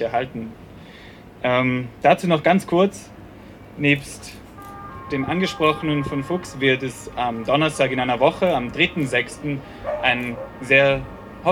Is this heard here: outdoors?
yes